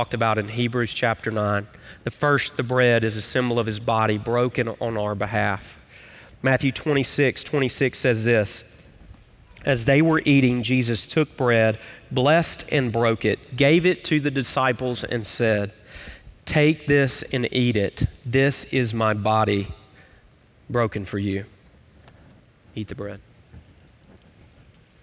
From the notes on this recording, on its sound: Recorded live at Brookwood Church.